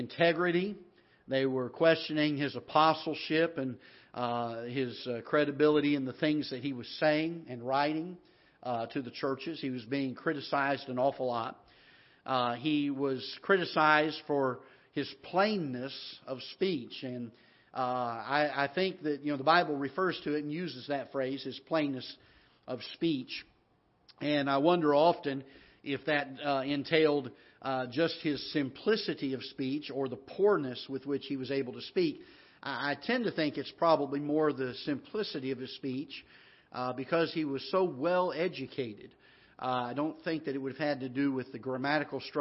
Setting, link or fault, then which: setting, large echoing room